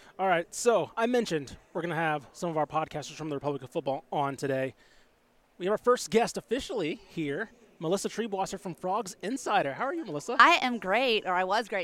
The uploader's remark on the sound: LIVE FROM BIG 12 MEDIA DAYS!